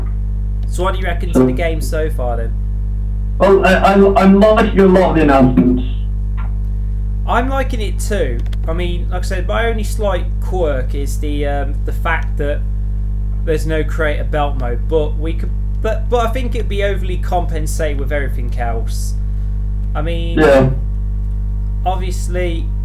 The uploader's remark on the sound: Possibly poorly recorded because we have a new computer and Skype is only accessible on that view.